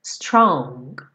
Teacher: Tem um acabamento muito leve desse G no final, strong.